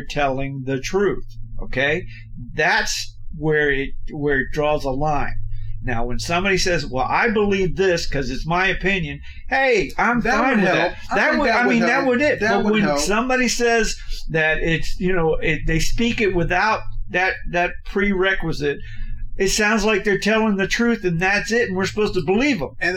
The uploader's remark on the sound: All Episodes are recorded at work. In our desire to deliver an authentic, organic experience to the listener, sometimes the background will reflect this “At Work” atmosphere. As we progress, our sound quality will improve, we appreciate your patience and understanding.